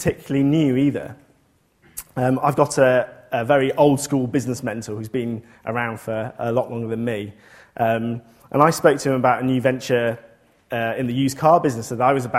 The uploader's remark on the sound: This lecture took place at the Saïd Business School, University of Oxford on November 11th, 2014.